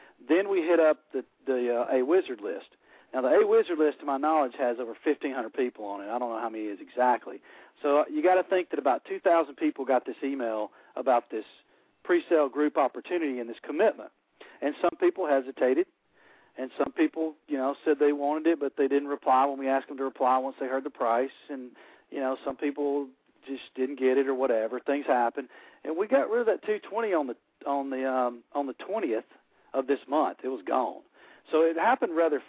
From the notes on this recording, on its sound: Fans will be calling in to tell us their feelings